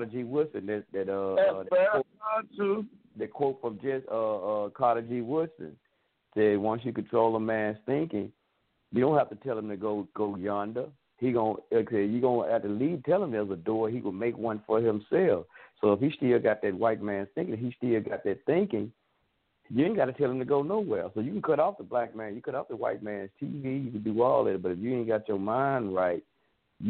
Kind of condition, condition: link, phone line